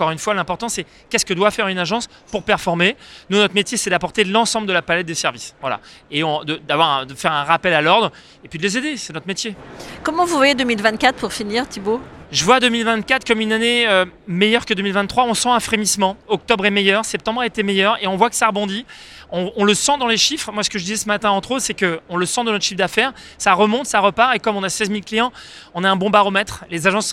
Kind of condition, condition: setting, busy venue